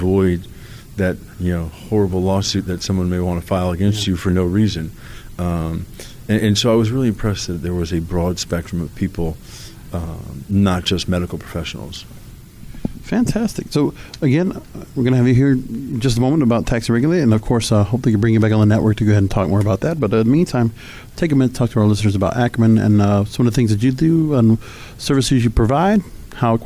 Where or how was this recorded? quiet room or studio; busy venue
busy venue